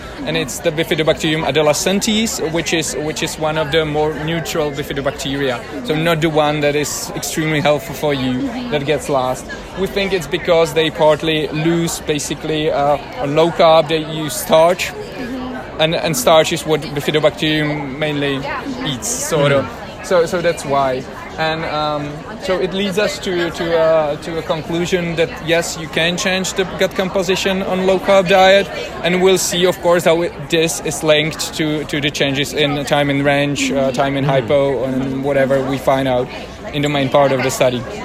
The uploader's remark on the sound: recorded during the ADA 2023 Conference